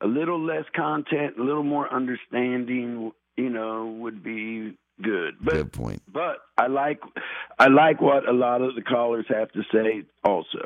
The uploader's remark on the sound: Saturday Morning Open Phones